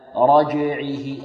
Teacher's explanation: الجيم تخرج من وسط اللسان ليس من طرف اللسان أو ما يقرب من طرف اللسان. البعض يقول رجعه فيها رايحة الدال، لا، رجعه.